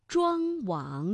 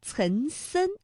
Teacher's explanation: 像庄王，这明显呢是从这个鼻子后方脑中央的位置发出了气流，而岑参，哎，它的气流呢是比较靠近我们的口腔前部的 · Term: 前后鼻音